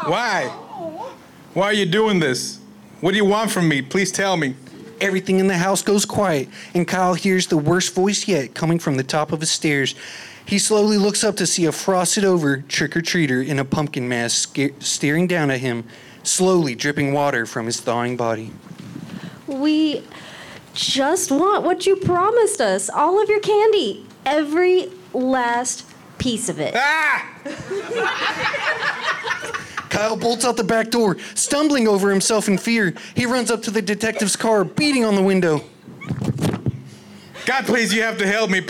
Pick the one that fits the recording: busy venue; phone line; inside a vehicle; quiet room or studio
busy venue